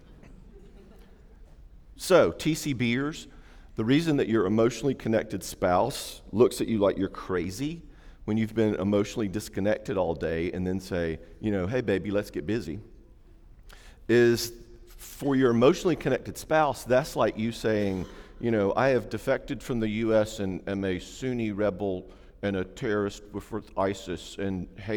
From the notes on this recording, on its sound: talk during Day 2 of our 2016 Marriage Conference